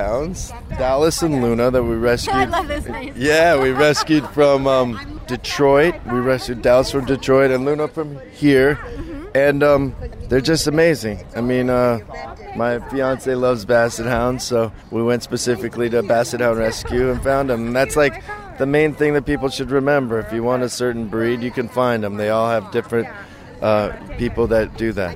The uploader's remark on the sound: We are LIVE on the Red Carpet!